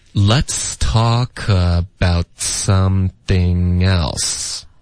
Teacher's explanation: about 的特省略的时候记得要有一个干脆的停顿，舌尖要顶上颚